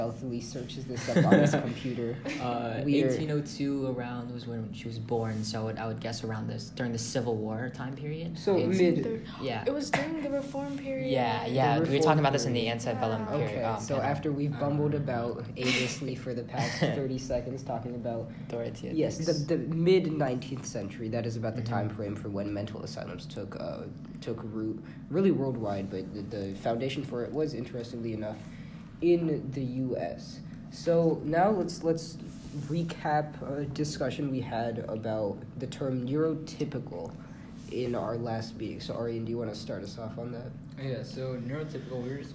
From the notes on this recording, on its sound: Excuse the ambient Rockville Library tomfoolery, perchance our redeemed audio quality counterbalances it? This is why there were so many abrupt cuts.